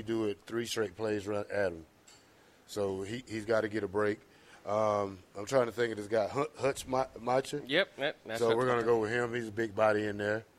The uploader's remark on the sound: LIVE from Wingstop